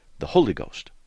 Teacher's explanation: They put an emphasis on the very first syllable. · Term: emphasis on that first syllable